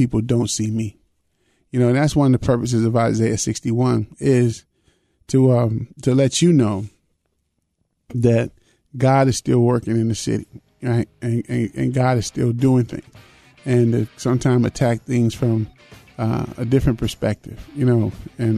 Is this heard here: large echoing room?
no